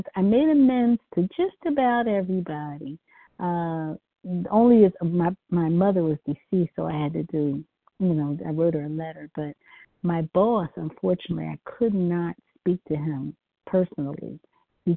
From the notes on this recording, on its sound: from the 100 Pounders Phone Meeting, 4/22/23